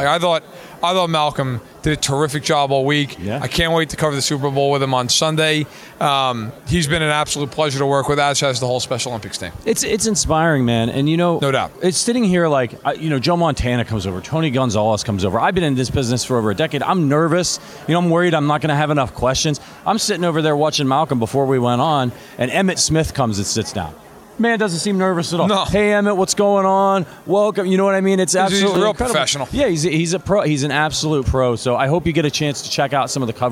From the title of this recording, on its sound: Live from Super Bowl LVII